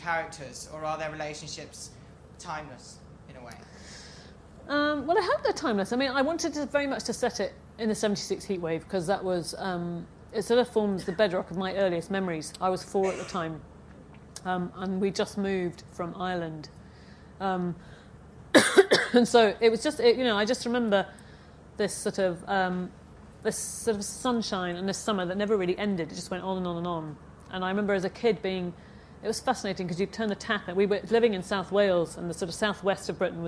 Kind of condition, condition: setting, live audience